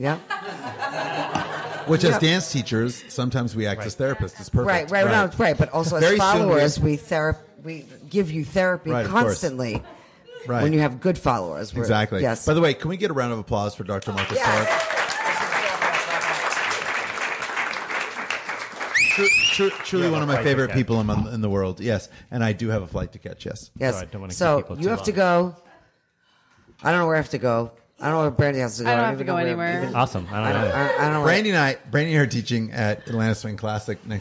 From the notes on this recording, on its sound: The Naked Wine Coast Truth: Live from Boogie by the Bay 2019. For our latest live show at Boogie by the Bay.